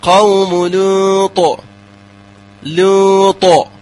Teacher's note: أقواها الطاء لأنه حرف فيه استعلاء وإطباق تقلقل بمراتبها السابقة مع التفخيم